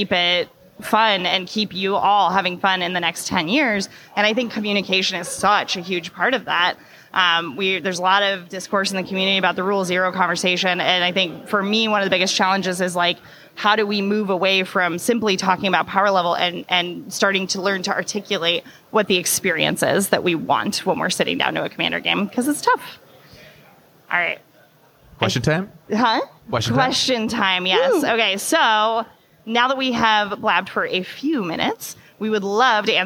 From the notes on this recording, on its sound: CommandFest Bellevue 2022 - Casual Play Design Panel. Hosted By Pastimes Events. Answer a host of separate questions from audience members.